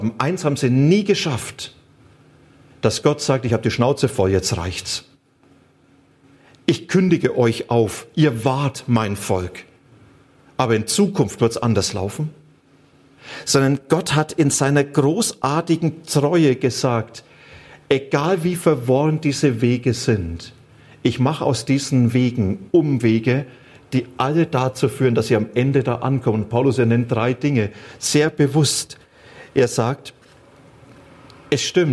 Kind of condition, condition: setting, large echoing room